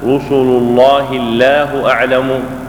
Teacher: ومثل رحمه الله تعالى في أثناء هذا الأصل مثل للام رققت وفخمت في آية واحدة، وذلك في قوله تعالى رسل الله الله أعلم، فإن الأولى فخمت لتقدم الضمة عليها، ثانية رققت لتقدم الكسرة عليها